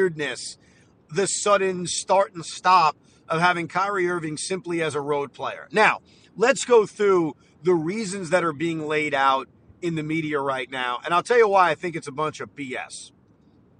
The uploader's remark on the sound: While driving back from the studio